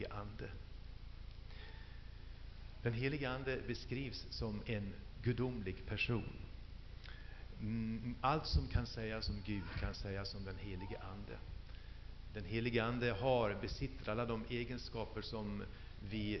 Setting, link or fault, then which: setting, large echoing room